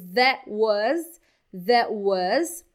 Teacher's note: esse that também não precisa pronunciar o T, fica tudo junto